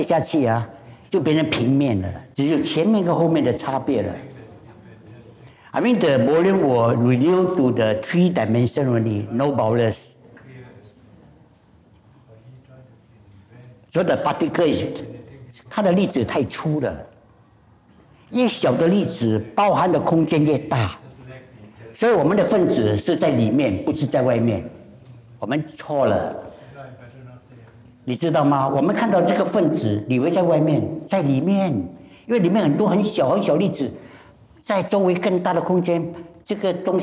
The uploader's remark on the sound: It was recorded live in October 2018 at National Gallery Singapore .